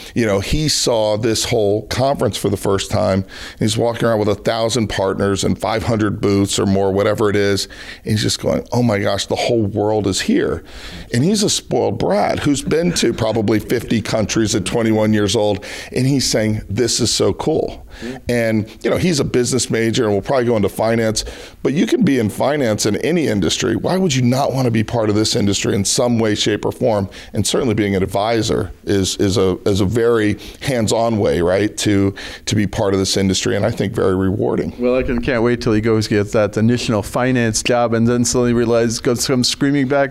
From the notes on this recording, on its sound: At the Signature Conference held in Las Vegas earlier this month.